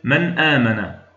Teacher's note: ترفع اللسان للنطق بالنون ثم بعد ذلك تطبق الوترين الصوتيين للنطق بالهمزة · Term: الإظهار